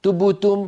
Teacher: فيضم شفتيه عند الباء مع أنها ساكنة، متأثرا بالضمة التي قبلها أو الضمة التي بعدها.